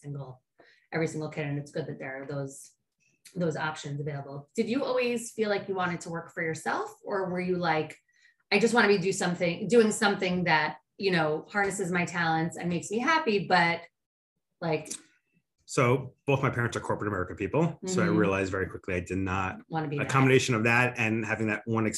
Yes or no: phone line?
no